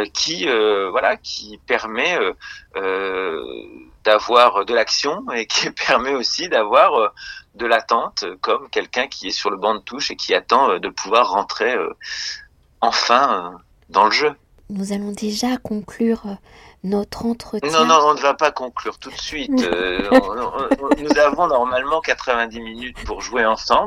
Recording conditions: phone line